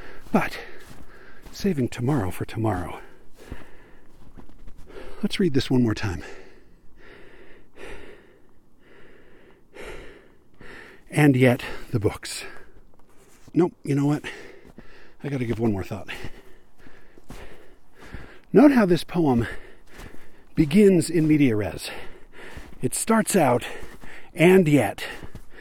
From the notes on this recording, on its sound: Lastly, it's pretty obvious that this isn't a studio recording where I am sitting in some studio (read: my home office/bedroom) and adding in effects for ambiance. These really are recorded in the field, while I'm (usually) hiking, and dealing with whatever happens to me out there. I'm not working from notes, except for the text of the poem, and sometimes I have to pause to think or remember what I was going to say.